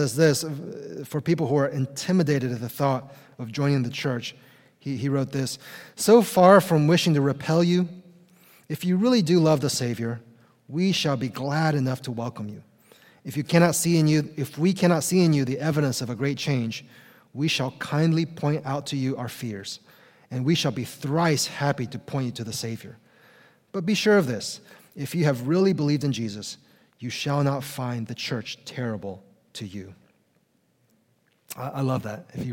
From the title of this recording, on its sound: Conference Session!